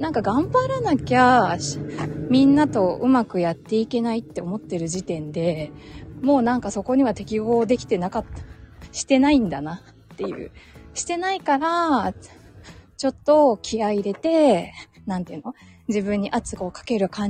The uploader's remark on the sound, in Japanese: 歩きながらつらつらお話しました。